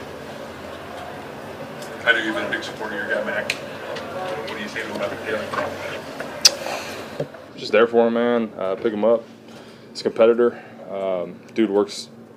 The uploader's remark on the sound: postgame press conference on Sunday, October 29, 2023